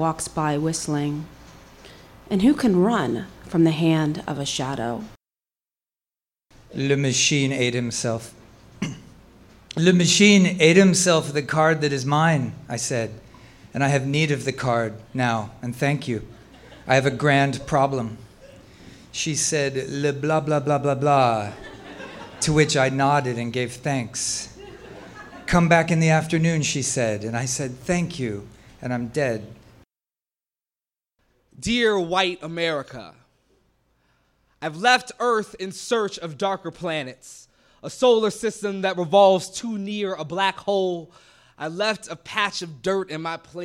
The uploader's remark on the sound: On Stage at Housing Works Bookstore Cafe